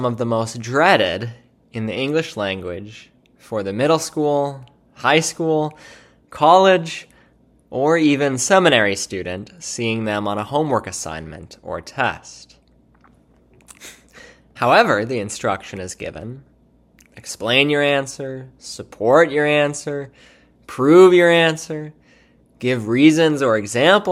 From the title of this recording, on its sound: Church Service – Fourth Sunday after the Epiphany